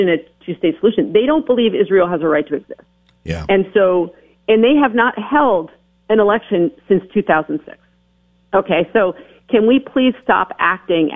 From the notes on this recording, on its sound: calls in from Washington